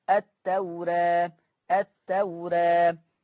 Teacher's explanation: التوراة الألف مقللة قولا واحدا